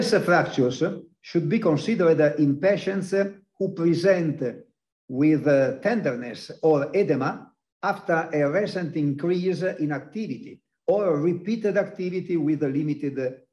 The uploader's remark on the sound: This ISAKOS Webinar Audio Replay is from the 2021 ISAKOS Webinar with ESSKA.